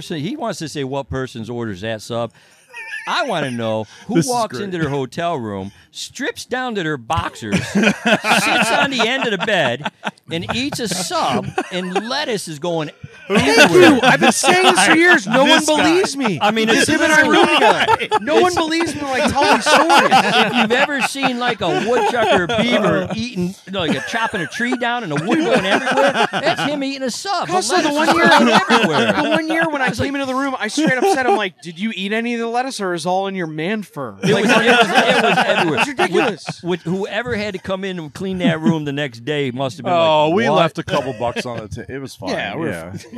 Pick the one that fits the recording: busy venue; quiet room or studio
busy venue